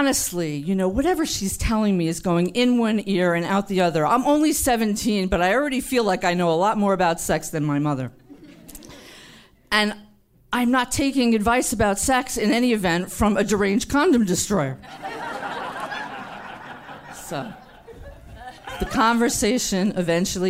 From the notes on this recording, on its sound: featuring the stories from our June 2018 show at Caveat in New York City, as part of the Underground Science Festival